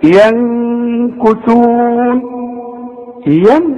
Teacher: ينكثون نون سكنة في كلمة واحدة معها الكاف بخفي وبغن